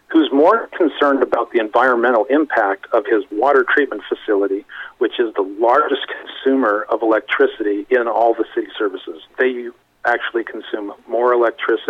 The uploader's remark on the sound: called in to SmallCapVoice